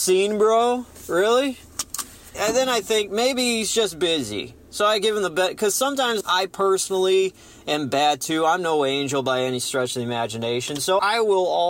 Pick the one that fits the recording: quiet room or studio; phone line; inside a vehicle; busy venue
inside a vehicle